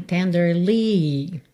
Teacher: por conta da melodia, esse li ganhou um pouco mais de destaque